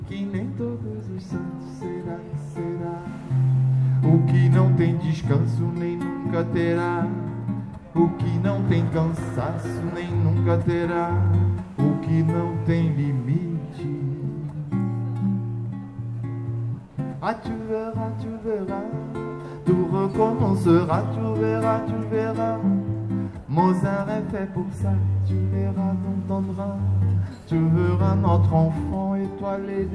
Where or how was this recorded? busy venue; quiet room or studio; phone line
busy venue